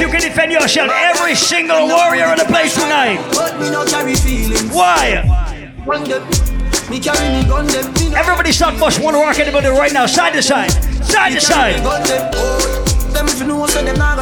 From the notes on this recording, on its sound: Live audio recording of my set at island saturdays on december 3rd.